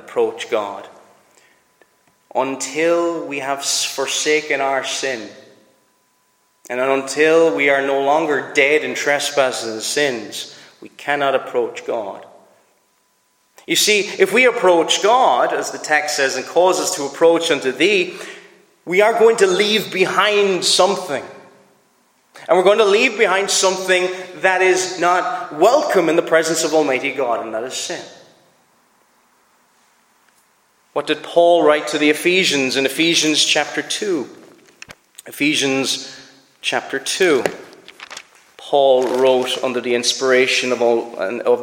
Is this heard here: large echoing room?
yes